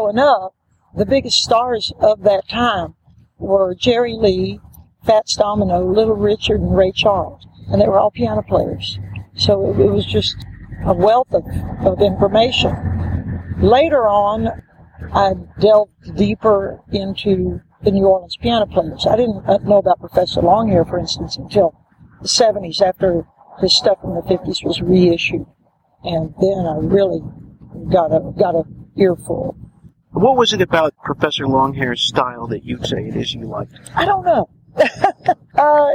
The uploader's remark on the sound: So, we have a short interview from the archives. Was taped out doors. It was recorded at this funky coffee shop in the very funky Little Five Points neighborhood of Atlanta.